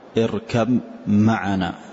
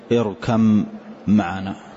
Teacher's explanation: فندغم الأول والثاني نقول اركم معنا · Term: متجانس